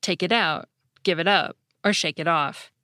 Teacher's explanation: the unstressed pronoun it, which is pronounced with an alveolar flap so that sometimes it barely sounds like it has a T in it